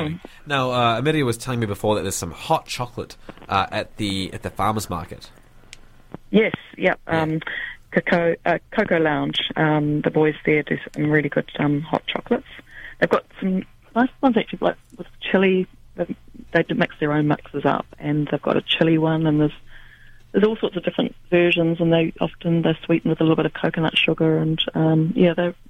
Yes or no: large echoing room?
no